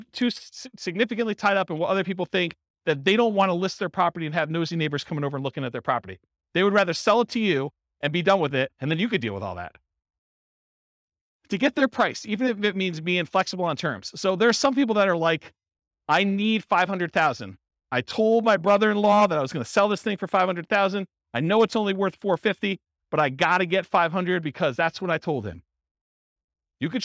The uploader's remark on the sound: This was a live class recorded